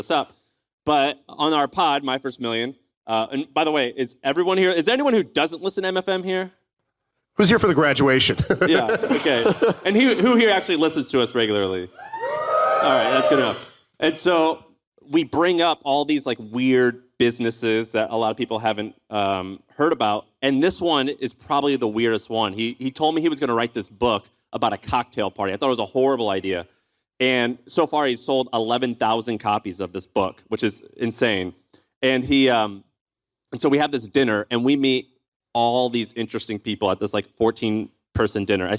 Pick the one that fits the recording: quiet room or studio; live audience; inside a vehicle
live audience